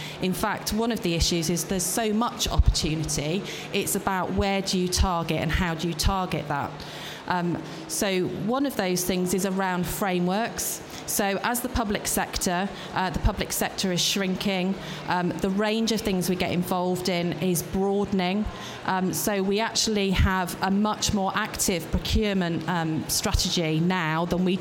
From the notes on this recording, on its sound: Expo East 2018 discussion panel